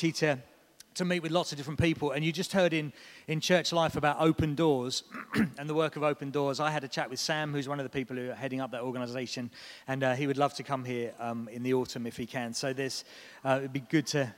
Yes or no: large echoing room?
yes